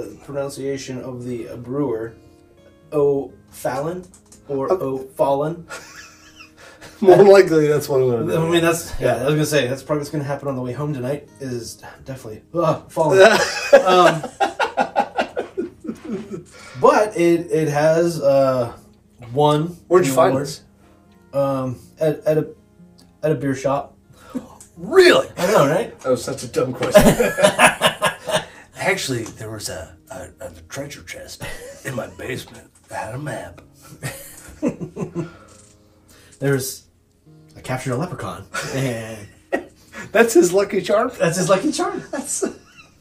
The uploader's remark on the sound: We recorded this a while ago so there are some sound issues.